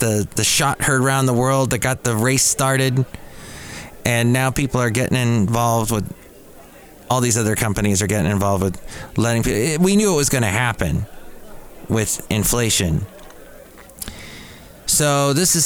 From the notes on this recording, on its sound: podcasts live from Cafe Anyway